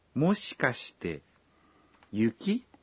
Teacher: Esta frase es una pregunta, por lo que se pronuncia con un tono ascendente al final